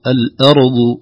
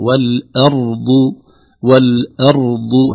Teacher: بسكون الراء وثباتها في مخرجها · Shown in: second take